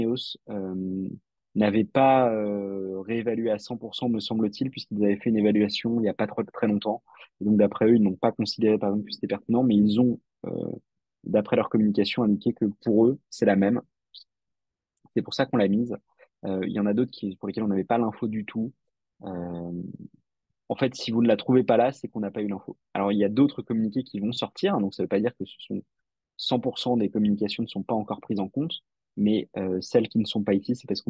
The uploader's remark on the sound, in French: Retranscription audio de notre Webinar